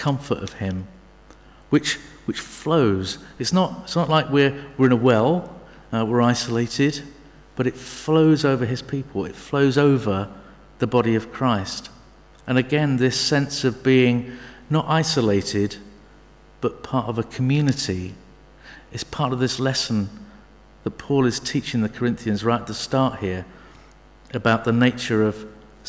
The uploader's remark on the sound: Sermon from St David's Moreton-in-Marsh evening services.